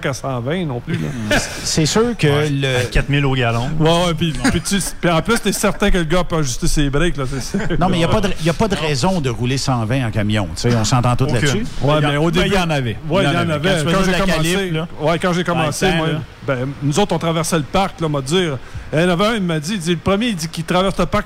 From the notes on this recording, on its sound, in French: en direct du Truck Stop Petit St-Hélène de Bagot